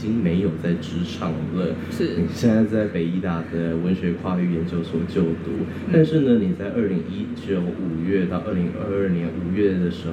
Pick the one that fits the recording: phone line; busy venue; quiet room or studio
busy venue